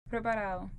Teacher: cuando dijo preparado, se elimina el sonido típico de D. Esto se llama elisión de la D.